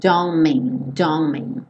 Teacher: nesse don't mean, você vê esse T sumindo. E aí, o N do don't já junta com o M do mean.